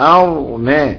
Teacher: حذفوا الهمزه بقت ارنا، والراء هنا مفخمه لانها ساكنه قبلها فتح. في وجه تاني لابو عمرو بالاختلاس تبقى زي العوام كده ارنا، لا هي ساكنه ولا هي مكسوره ولا هي مرققه ولا هي مفخمه.